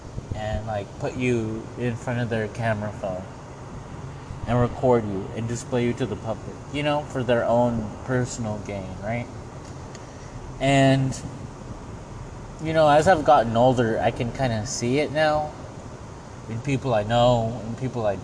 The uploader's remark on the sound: The background noise is laundromat stuff.